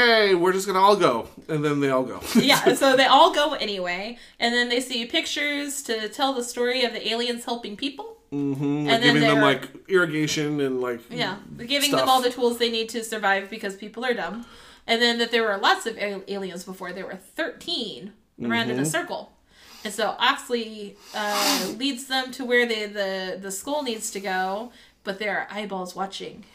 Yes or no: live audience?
no